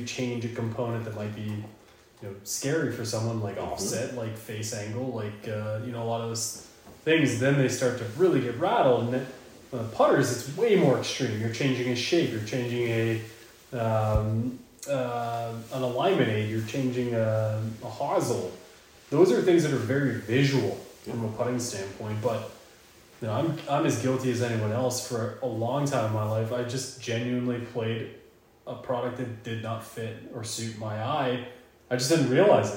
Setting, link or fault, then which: fault, echo